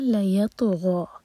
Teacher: لیط غا پر فتحہ اور یہاں پر جو مد ہے وہ اس لیے ہے کیونکہ نیکسٹ آیا جو ہے حمزہ سے شروع ہو رہی ہے. ہم یہاں رکیں گے تو ہمیں مد ادا نہیں کرنا، صرف دو حرکہ لمبا کریں گے. غین پر فتحہ اور اس کے ساتھ ہے الف مکسورہ دو حرکہ کھینچنے کے لیے.